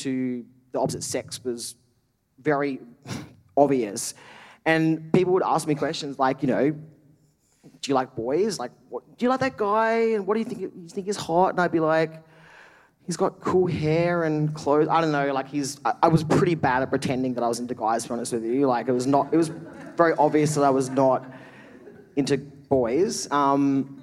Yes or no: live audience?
yes